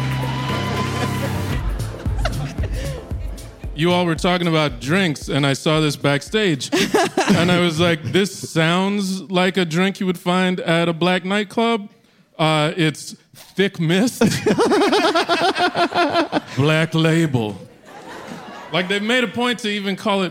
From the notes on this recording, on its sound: LIVE at the Bell House